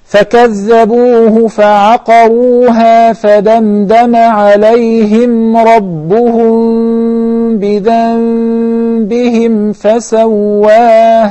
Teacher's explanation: originally it's a noon sakina, followed by ba. So what we do is, we convert the noon into a meem, then we do with the meem what we did in the case of al-ikhfa' al-shafawi. · Term: al-iqlab